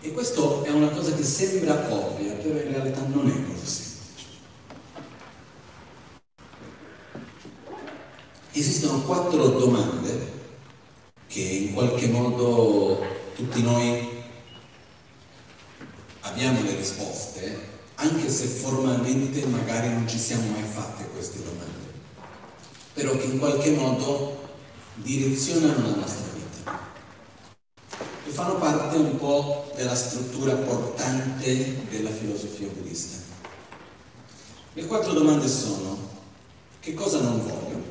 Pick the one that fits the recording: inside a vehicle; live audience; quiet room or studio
live audience